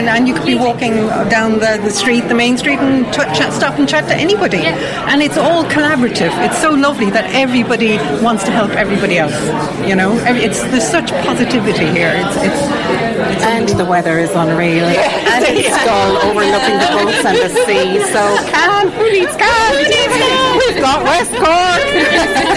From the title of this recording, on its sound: VoxPop at Fastnet Film Festival